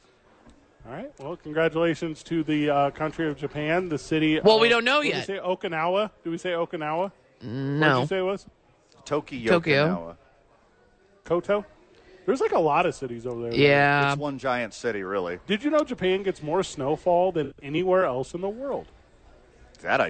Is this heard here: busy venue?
yes